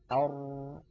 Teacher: فعند نطق الراء ليس انحباسا كاملا كانحباس النون، وليس جريانا كاملا